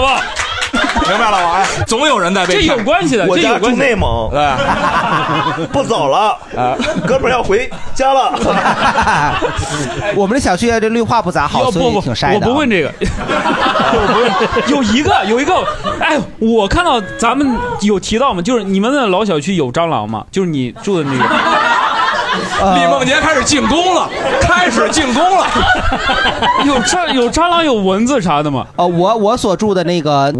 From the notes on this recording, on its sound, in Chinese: 这是一档由喜剧演员们和现场观众朋友们共同录制的播客节目